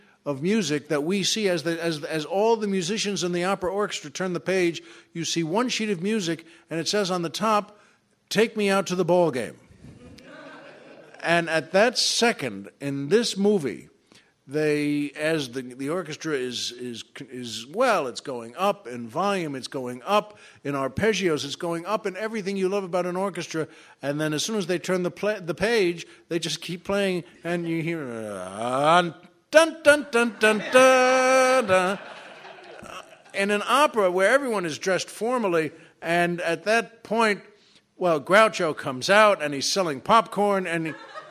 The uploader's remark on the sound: recorded at the third annual LA Podcast Festival